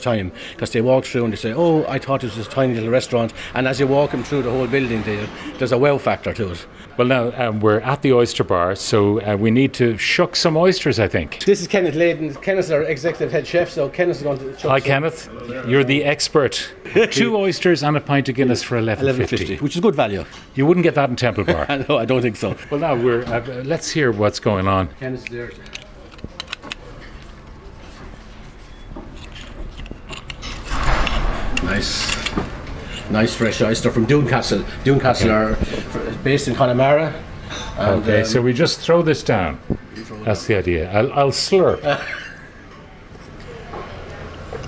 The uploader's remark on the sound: As we broadcasted live from The Galmont Hotel in Galway